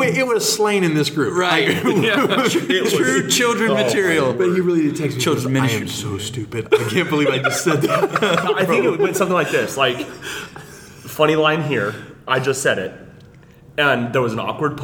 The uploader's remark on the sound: We are in Pigeon Forge, TN at Kingdom Kids Conference!